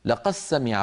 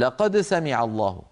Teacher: فيدغمون الدال في السين · Shown in: first take